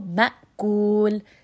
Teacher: for the hamza, you really do want to stop that sound. So for example, like we said in the last class, we had the example, ma'kul. So you want to abruptly stop the sound. This is the sound of the hamza, and here you are going to apply shidda.